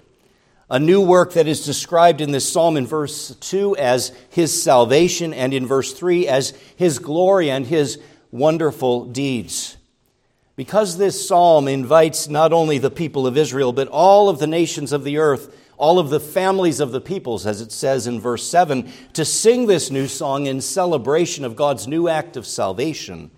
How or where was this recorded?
large echoing room